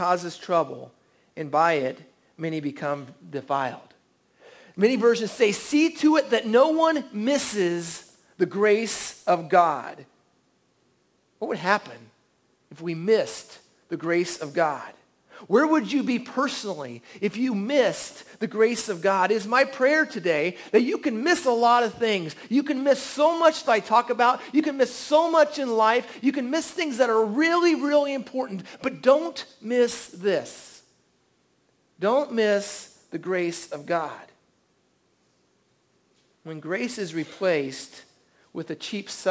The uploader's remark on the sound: At The Well an Acts 29 &amp; Converge Heartland Church in Hastings, NE. At The Well an Acts 29 & Converge Heartland Church in Hastings, NE.